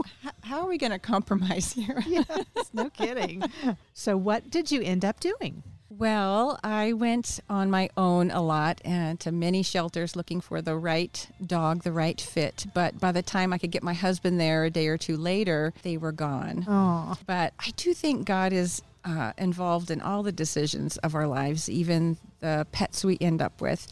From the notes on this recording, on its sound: Recorded at Wheelers Western Outfitters